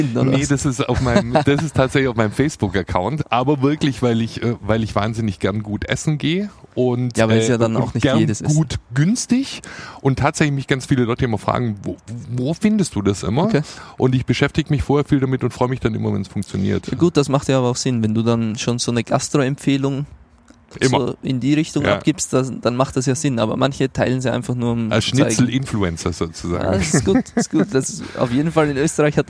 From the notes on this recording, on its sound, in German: Talk auf dem Conference Deck Im Orange Campus